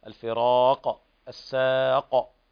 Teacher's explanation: كل القافات اللي وقف عليها تقلقل